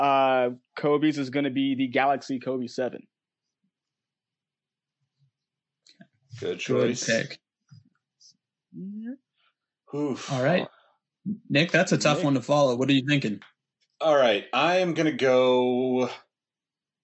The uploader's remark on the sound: Livestreamed with StreamYard. Recorded on Riverside.